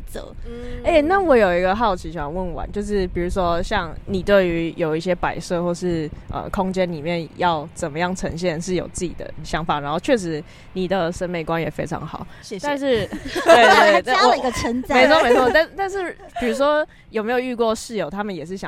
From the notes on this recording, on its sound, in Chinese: 本集在有風的天臺錄製，會有飛機起降的聲音哦～